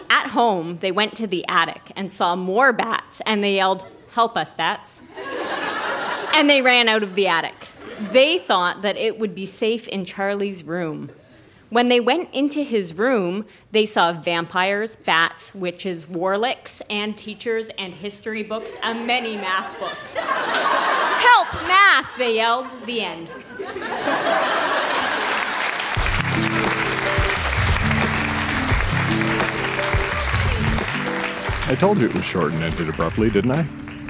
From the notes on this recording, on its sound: Recorded live at The Gladstone Theatre in Ottawa.